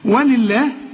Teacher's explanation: اللام هنا مكسورة، فلفظ الجلالة هنا مرقق